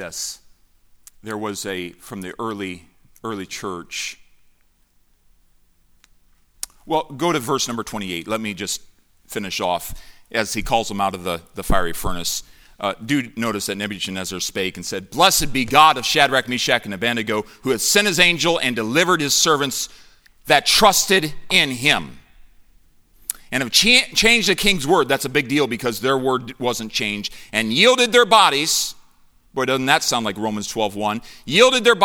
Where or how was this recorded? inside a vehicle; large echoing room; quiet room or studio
large echoing room